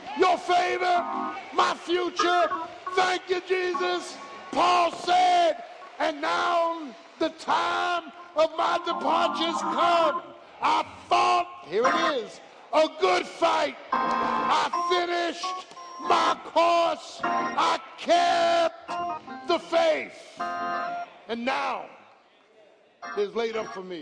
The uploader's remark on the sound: live, Communion Sunday